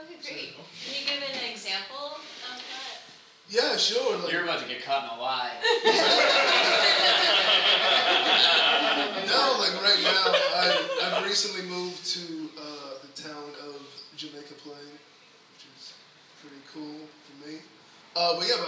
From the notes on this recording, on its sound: at 24:30—(open the questions up to the audience)